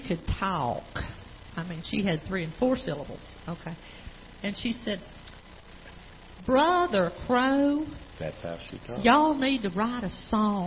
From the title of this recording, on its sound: Ketha Heights Baptist Church ~ Live Broadcast